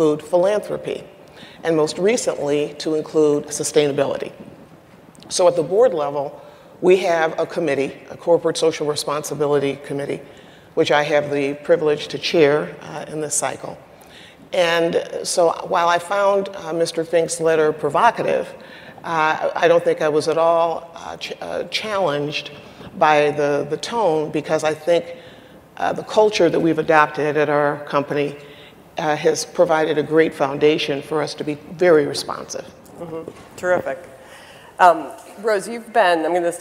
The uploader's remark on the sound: The best of live interviews from GreenBiz events.